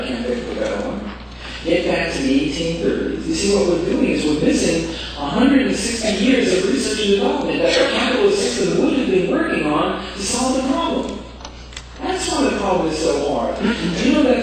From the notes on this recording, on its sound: Presented at the &quot;Challenges and Choices for a Better World: Energy, Economics, and the Environment&quot; conference in New Orleans, Louisiana, on 8 September 1991.